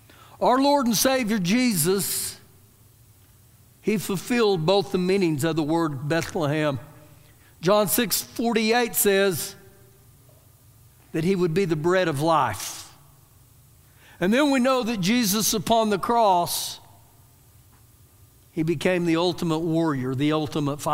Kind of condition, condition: setting, large echoing room